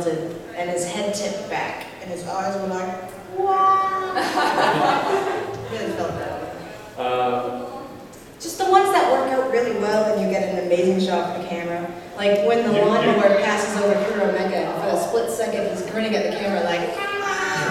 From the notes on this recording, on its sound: Live at BAMCon 2012